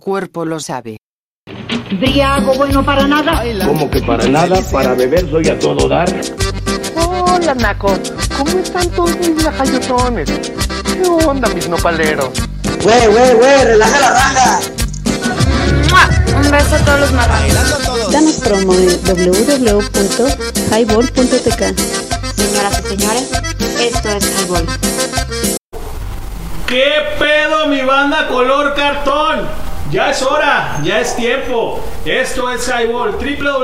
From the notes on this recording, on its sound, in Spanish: Episodio grabado en el Drinking Tippy desde Huentitan el bajo, Guadalajara Jalisco